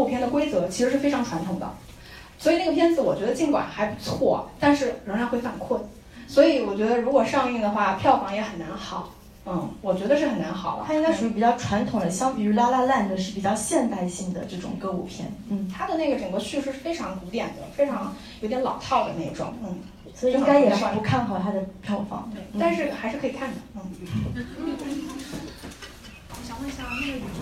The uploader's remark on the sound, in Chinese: 本期节目为《电影聊养院》线下讲座